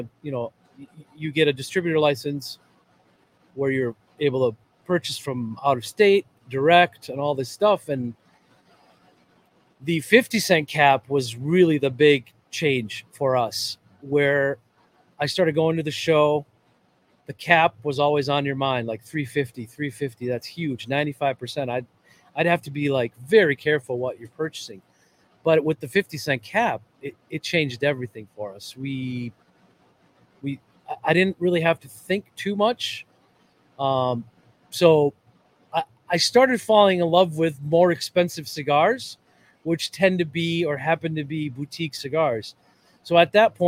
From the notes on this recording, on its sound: Listen in as we visit Ramsey Smoke Shop, one of the hidden gem cigar shops in the Twin Cities area.